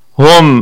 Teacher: نراعي ضم الهاء ولا نسكنها